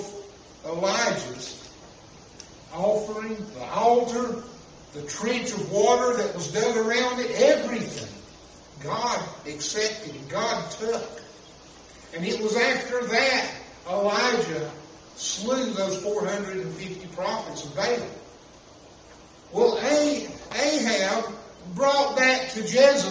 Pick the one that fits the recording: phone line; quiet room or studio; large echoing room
large echoing room